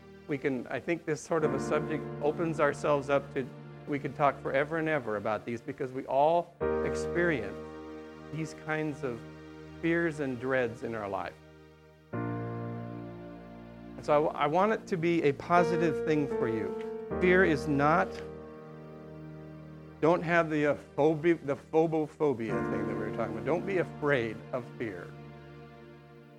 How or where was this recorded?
large echoing room